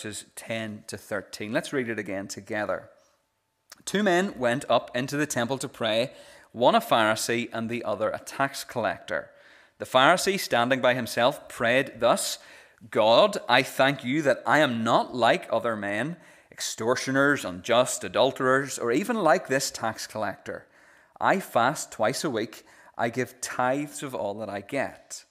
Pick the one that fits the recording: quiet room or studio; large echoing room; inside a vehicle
large echoing room